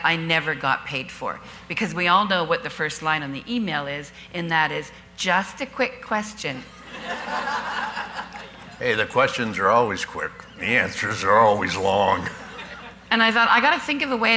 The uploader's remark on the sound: Live Broadcast at the The IPBC IGNITE Conference.